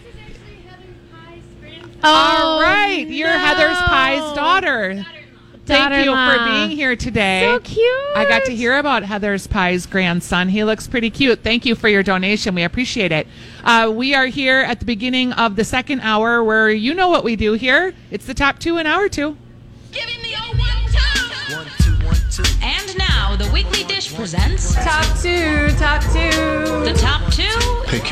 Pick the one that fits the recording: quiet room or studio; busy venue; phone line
busy venue